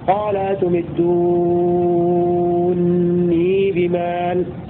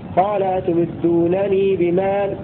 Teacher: فيقرأ نونا واحدة مشددة مع المد اللازم 6 حركات · Shown in: first take · هكذا وإثبات الياء في الحالين. · Term: بالإدغام